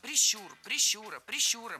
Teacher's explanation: Всегда ударение в этом слове ставим на второй слог.